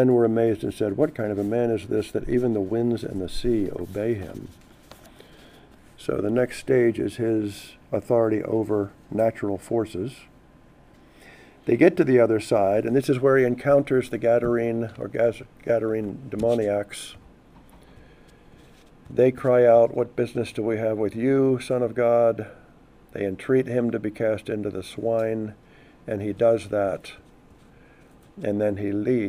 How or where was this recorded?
large echoing room